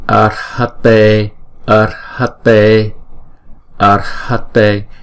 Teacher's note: Chữ a rồi chữ r đánh lưỡi một chút